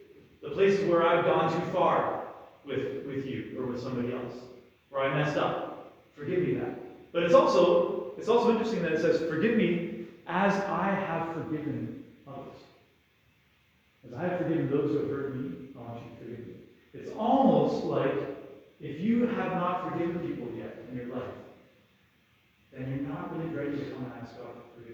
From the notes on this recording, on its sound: Apologies for the rough audio. This homily was part of a teaching Mass for grade 12 students.